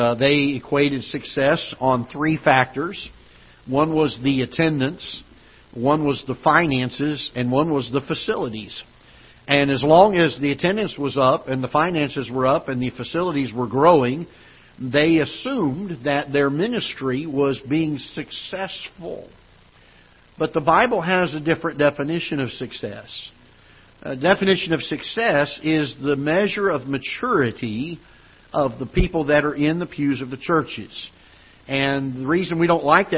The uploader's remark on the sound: Ketha Heights Baptist Church ~ Live Broadcast